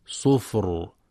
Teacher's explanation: والصواب سكونها صفر مع مراعاة تفخيم الراء